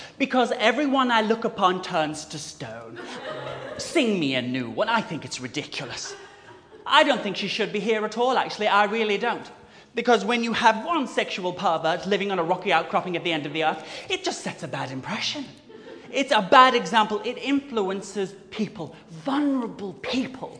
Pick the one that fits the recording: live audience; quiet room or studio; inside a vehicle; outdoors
live audience